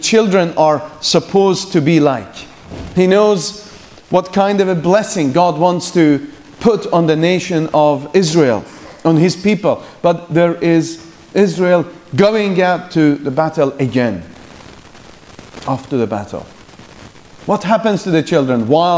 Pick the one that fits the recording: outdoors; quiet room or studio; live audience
live audience